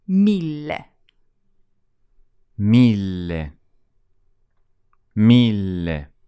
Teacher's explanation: In mille, which is a thousand, there's a double L, which should be really nice and long.